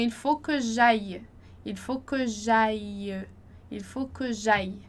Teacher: os dois L's, né, eles vão ter o som de I